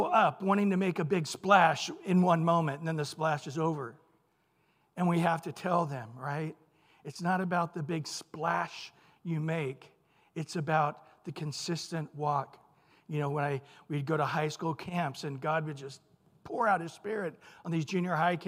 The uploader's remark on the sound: Recorded at Calvary Chapel of Los Alamitos